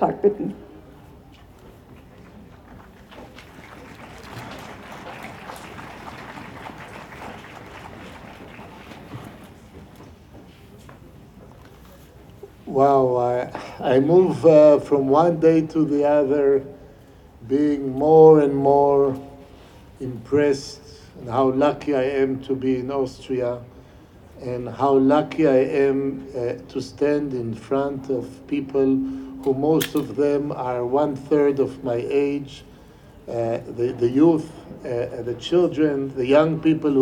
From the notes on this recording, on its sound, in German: Unbearbeitete Aufnahme der Abschlusskundgebung der Gedenkversammlung.